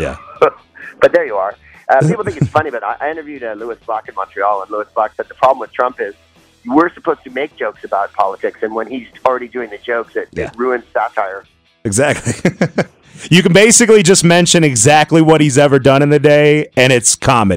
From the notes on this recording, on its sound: called in to Comedy 1031